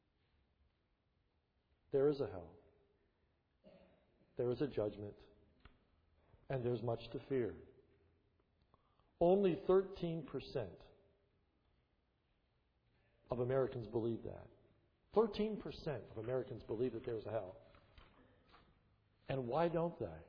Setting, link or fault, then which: setting, large echoing room